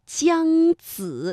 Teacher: 是哪吒，快给我出来！呆，哪吒在此，是你要找我？原来是个小毛孩子。赵先生果然是真英雄身谋，佩服佩服啊！呆，到底是什么人？你叔叔我是三仙岛五色神光赵公明。好，今天啊，我们的问题是故事当中的人物名字当中有哪些吱吱吱、滋滋滋以及叽叽叽作为声母啊，而且他们连读的时候有什么样的区别？我们举两个非常典型的例子，比如说像姜子牙和赵先生。哎，今天这个赵先生出现的频率很高哈。首先说姜子牙，这个姜的声母是鸡，子的声母是滋，那么鸡和滋连读啊，先发鸡的时候舌尖要抵住下门齿，舌面要紧贴硬腭，气流冲出发声，再发滋，舌尖要向前平伸抵住上齿背，然后气流啊从窄缝当中挤出发声。它这个从姜子，大家能感受到舌面的变化。那赵先生呢，这个赵啊是知，所以发音的时候舌尖是上翘的，顶住硬腭前部，知。而仙呢，声母是